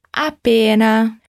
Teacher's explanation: Atenção à doppia consonante P. Dá aquela paradinha depois do A.